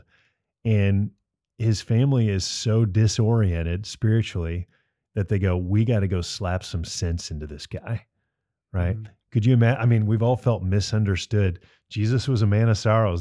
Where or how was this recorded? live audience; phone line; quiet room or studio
quiet room or studio